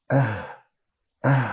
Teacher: فالهاء بتسكن في أقصى الحلق، مش في الحلق وبس، يعني في آخر مكان من الجهاز الصوتي